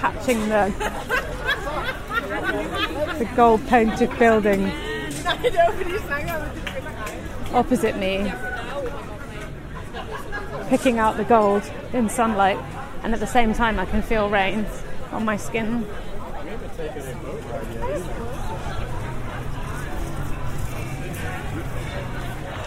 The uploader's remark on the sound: Copenhagen Nørreport. This podcast is recorded in 3D sound! Join her out and about as she captures those small, magical moments of everyday life, in sound.